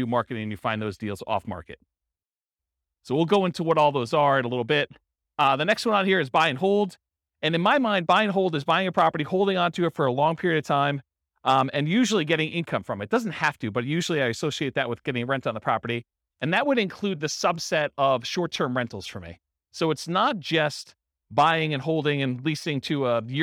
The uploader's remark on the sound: This was a live class recorded.